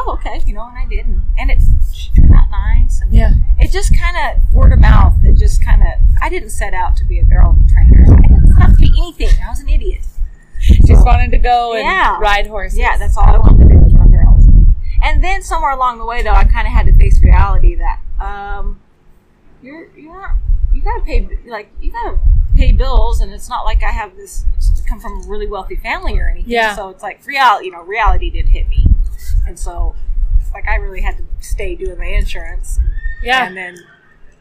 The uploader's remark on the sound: We were grateful to have the opportunity to sit down with her at the Pink Buckle. You will hear some background sound but we had the opportunity to sit down outside of her stalls and enjoy the weather.